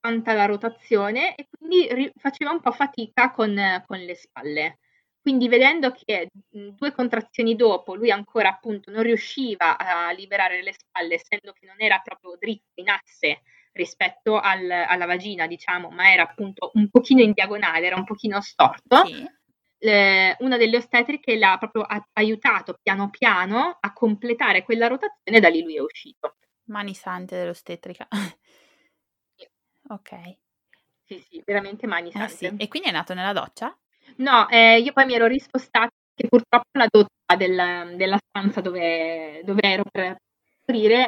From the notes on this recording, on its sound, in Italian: purtroppo la qualità dell’audio non è ottimale